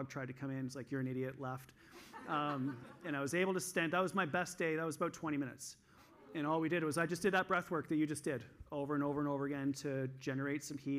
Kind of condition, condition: setting, live audience